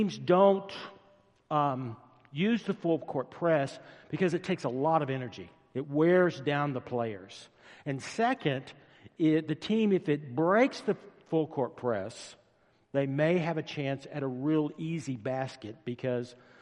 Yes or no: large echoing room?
yes